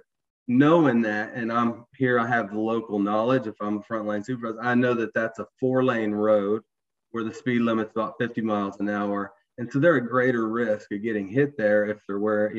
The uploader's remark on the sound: You are listening to audio from a webinar in the Safety+Health Webinar Series presented on Jan.